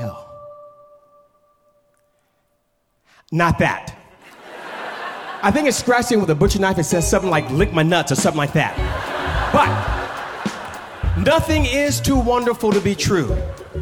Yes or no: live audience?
yes